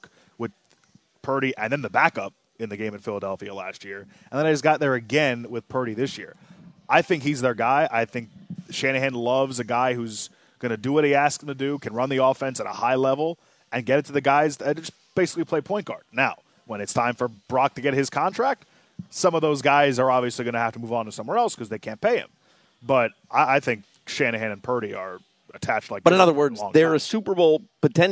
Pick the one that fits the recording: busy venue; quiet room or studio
busy venue